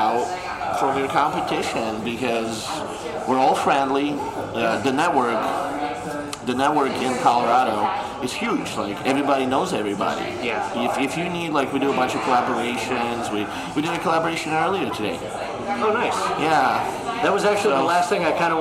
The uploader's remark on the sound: Brewers Panel at Crazy Mountain Brewing